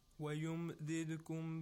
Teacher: The second dal of يمددكم، which is ساكن، has a قلقلة sound.